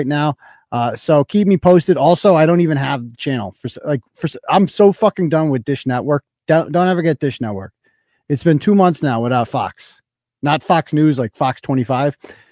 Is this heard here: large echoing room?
no